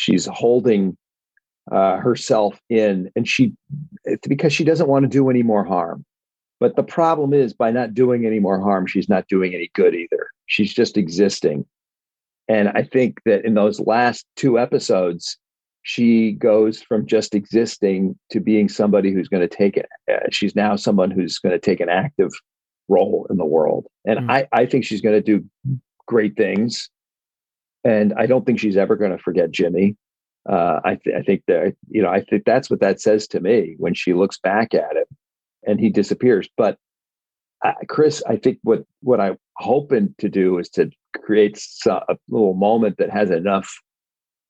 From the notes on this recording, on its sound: sits down on Zoom for an epic and in-depth chat